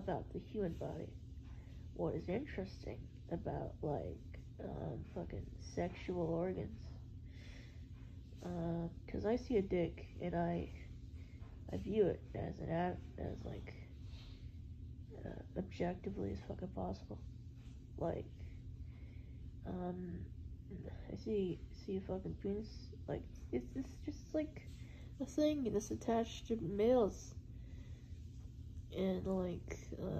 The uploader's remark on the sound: especially shitty audio on this one